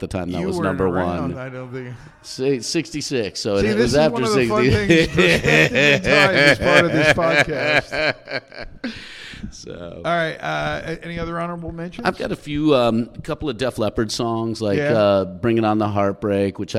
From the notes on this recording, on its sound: Recorded live at the Crooked Eye Brewery.